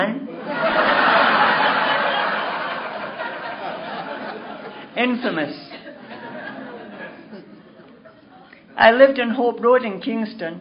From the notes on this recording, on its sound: telling her story at the 2011 Crested Butte Mountain Conference